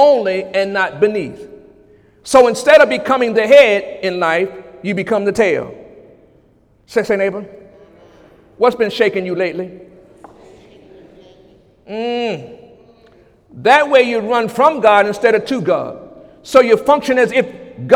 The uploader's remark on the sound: During Sunday morning service on July 16, 2017